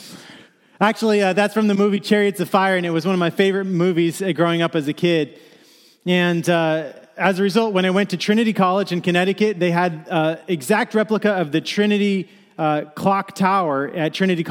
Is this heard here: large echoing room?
yes